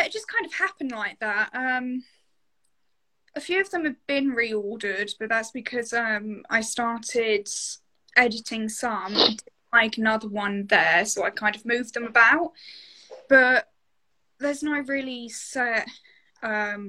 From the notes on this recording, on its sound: in an Instagram Live